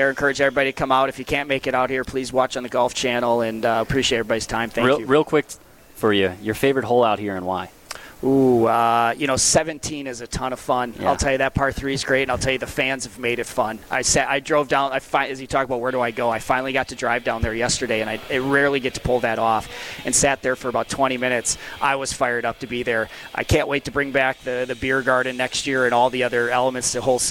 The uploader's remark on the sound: Live from the AMFAM Championship.